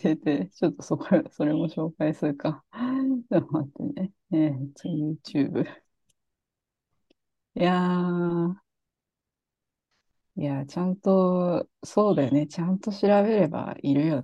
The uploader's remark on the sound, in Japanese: zoomを使って録音しています。